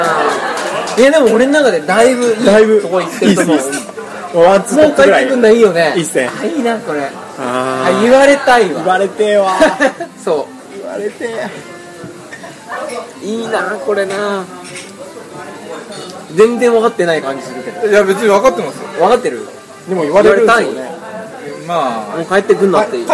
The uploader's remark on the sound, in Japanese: 夜の飲み屋でその会話は始まりました。ちなみに居酒屋収録なので、色々と雑音が混じってます。